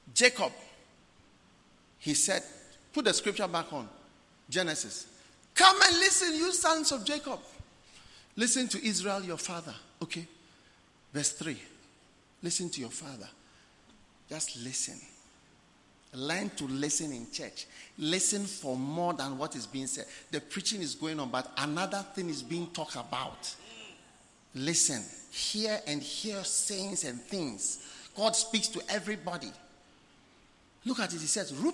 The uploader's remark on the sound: Preached at The Experience Service, Accra.